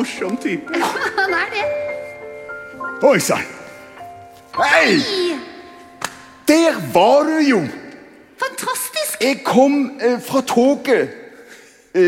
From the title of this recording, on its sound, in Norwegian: Live fra Kampen Kirke